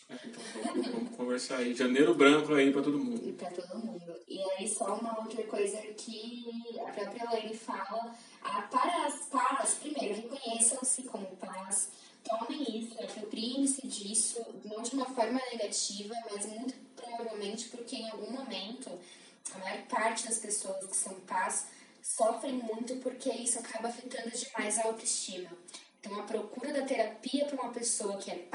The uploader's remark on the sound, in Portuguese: O áudio ficou um pouco ruim e pedimos desculpas